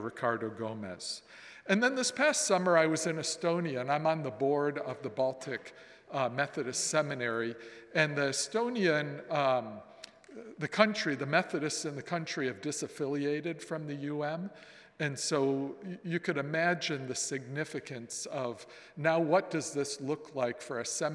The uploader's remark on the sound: presented by Asbury Seminary Kentucky Chapel, recorded on Thursday, September 21, 2023 at Asbury Theological Seminary's Kentucky campus